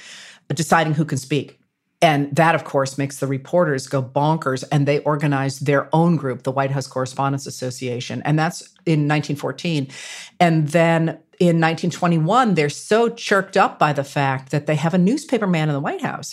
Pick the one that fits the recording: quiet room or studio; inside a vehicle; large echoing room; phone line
quiet room or studio